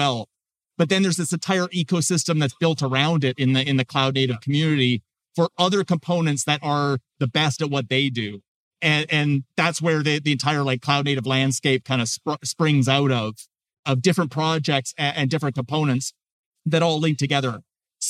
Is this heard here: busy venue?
yes